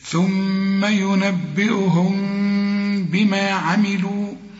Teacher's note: ثم ينبئهم، عند الوقف اقفل شفايفك على الميم، الميم دي لو تبصلها هتلاقيها بدون تشكيل، أيوة، شوف لا ضمة ولا فتحة ولا كسرة، بيجي بعدها به، بيحصل للميم إخفاء، نخفي الميم دي هي.